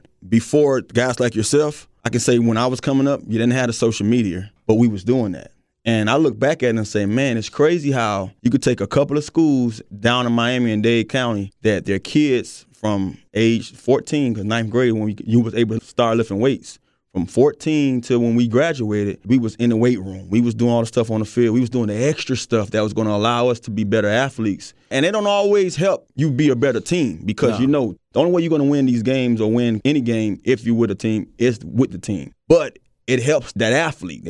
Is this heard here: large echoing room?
no